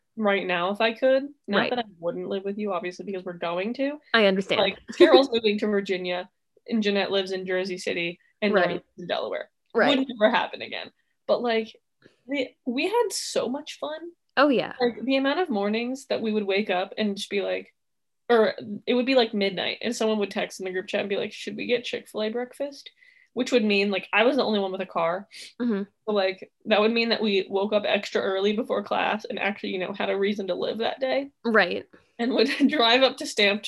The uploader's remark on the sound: Let's celebrate it being the last Zoom episode